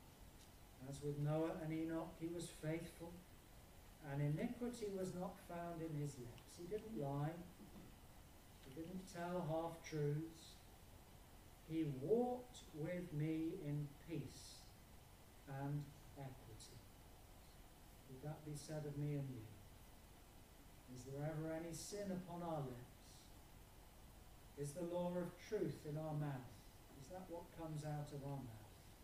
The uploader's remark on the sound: Apologies for reduced sound quality on this video.